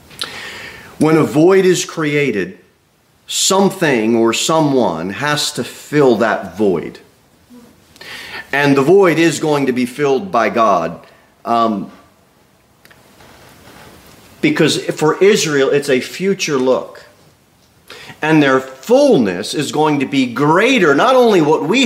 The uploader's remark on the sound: Sermon delivered at Pilgrim Baptist Church on Sunday, November 20, 2023, at 11:15 am.